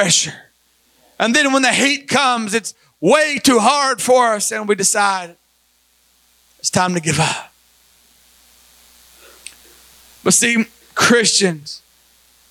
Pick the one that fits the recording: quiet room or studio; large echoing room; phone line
large echoing room